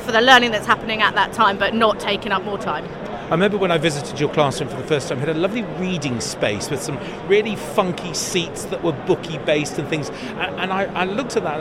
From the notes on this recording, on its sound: Live shows from the show-floor at BETT2018. Learniture At BETT2018.